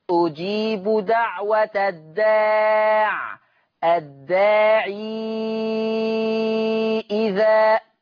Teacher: طب ولما هيوصل هيحط ياء، فلما يحط ياء ورش بقت ياء مد ووراها همزة فتبقى مد منفصل ست حركات